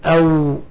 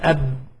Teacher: ولكن الواو بانفتاح والباء بانطباق والميم بانطباق